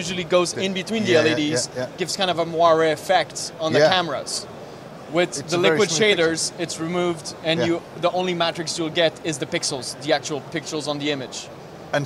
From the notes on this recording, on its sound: At IBC 2022 we speak